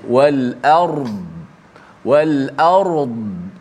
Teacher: huruf dad ni dia ada rakhawah. Suara tu terkeluar sedikit.